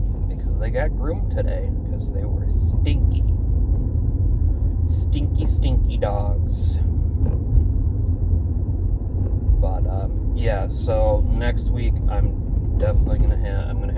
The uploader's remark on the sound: Ignore some of the background noise I was driving.